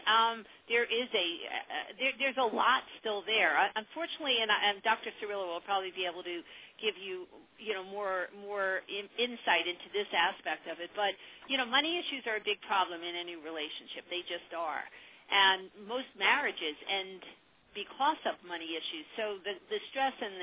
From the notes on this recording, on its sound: Take your calls on the air-LIVE!!! A live call-in radio talk show.